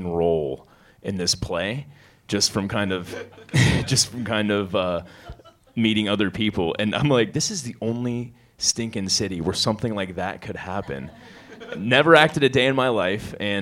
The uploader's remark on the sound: Answer questions in front of a sold-out crowd in their hometown, Dayton, Ohio.